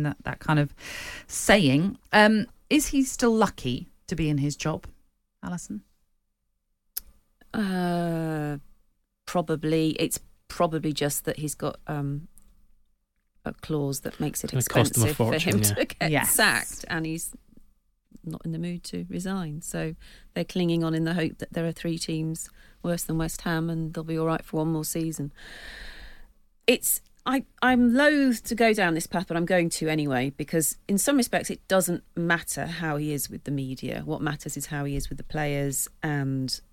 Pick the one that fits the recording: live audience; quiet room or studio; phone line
quiet room or studio